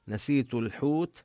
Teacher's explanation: اللام نظهرها لأن الحاء من الحروف القمرية